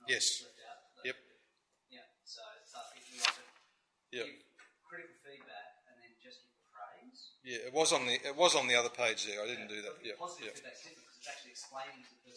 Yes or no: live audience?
yes